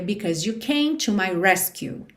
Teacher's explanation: essa palavra resgate em inglês é rescue. Rescue, ou seja, sílaba tônica é a primeira sílaba.